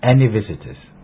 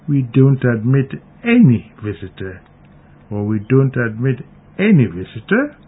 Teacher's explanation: Note also that the stressed word any is accompanied by the rising intonation generally. · Shown in: second take · Term: emphatic stress